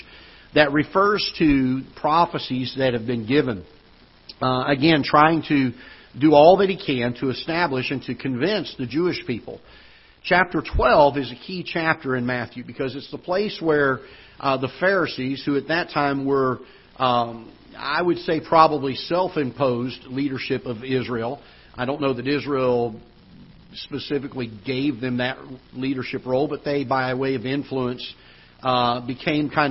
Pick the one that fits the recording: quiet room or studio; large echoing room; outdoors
large echoing room